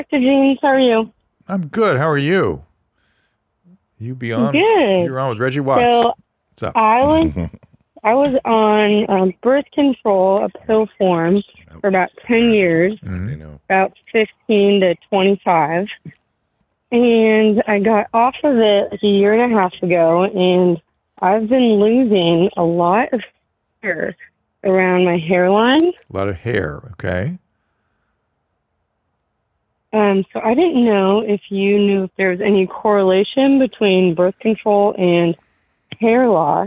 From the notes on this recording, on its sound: go into some live calls